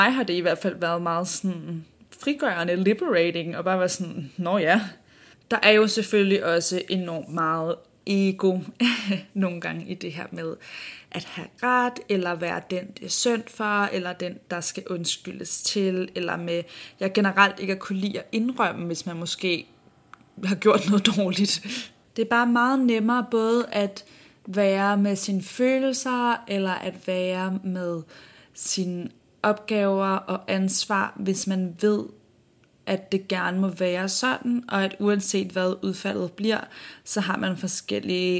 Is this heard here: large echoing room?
no